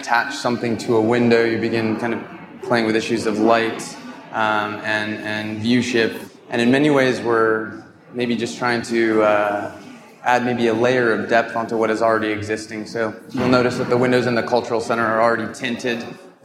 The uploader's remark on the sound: Part of "Next Up", Archinect's first live-podcasting event series, hosted at the Chicago Cultural Center during the Chicago Architecture Biennial's opening weekend.